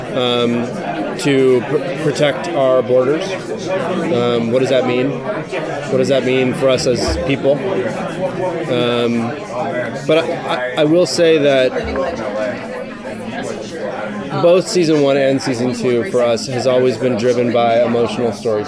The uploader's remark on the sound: Taped at Madison Square Garden during New York Comic Con.